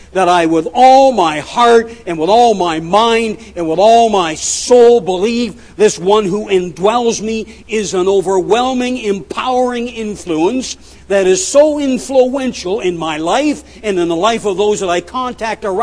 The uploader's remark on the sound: at The People’s Church of Somerville, NB